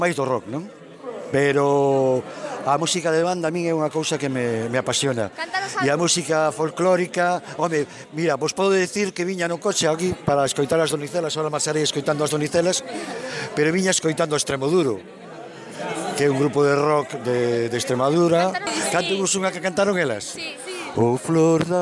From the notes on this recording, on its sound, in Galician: Nos trasladamos den directo ao auditorio de Salceda, onde presentaron o seu novo disco, para falar con algunha das súas integrantes e coñecer a opinión do público que asistiu.